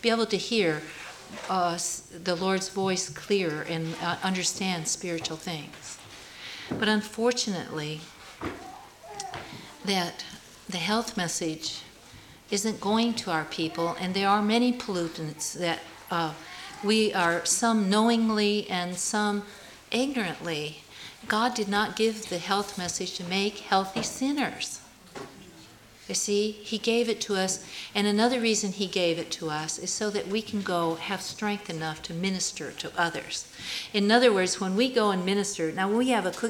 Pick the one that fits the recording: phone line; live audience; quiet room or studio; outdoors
live audience